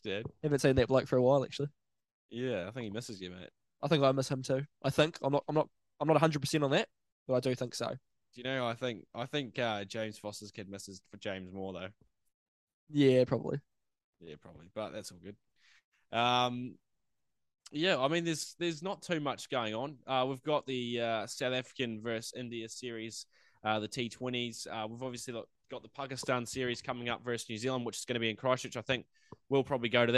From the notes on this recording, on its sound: link up over zoom